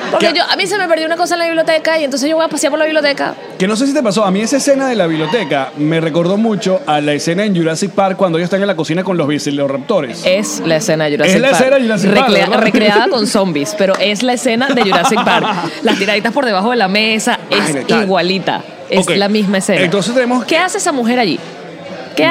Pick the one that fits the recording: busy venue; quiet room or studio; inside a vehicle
busy venue